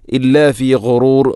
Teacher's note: ഇല്ലാ ഫി ഗുറൂർ ഗൈന്, ഗൈ തൊണ്ടയുടെ ഏറ്റവും മുകൾ ഭാഗം